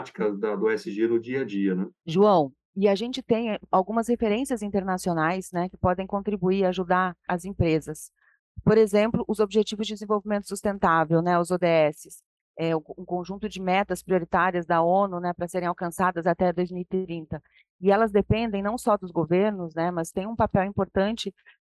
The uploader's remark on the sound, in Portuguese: Este episódio foi gravado via internet em home office.